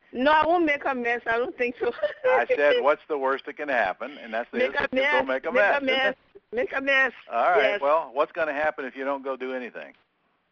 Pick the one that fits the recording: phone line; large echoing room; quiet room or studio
phone line